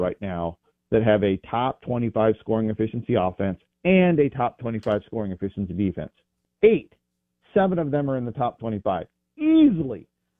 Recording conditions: phone line